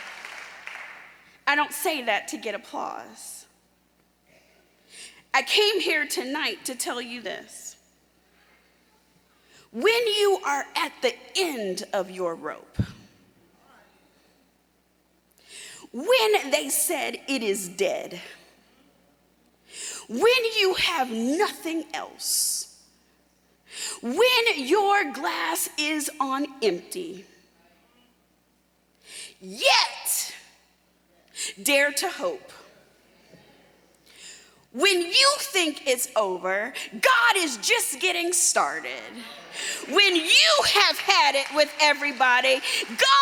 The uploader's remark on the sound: Delivered a powerful message at the Service of Holy Communion at the Florida Annual Conference in June 2023.